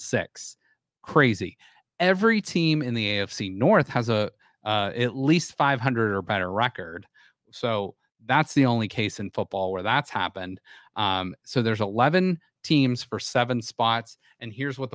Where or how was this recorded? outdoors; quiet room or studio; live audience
quiet room or studio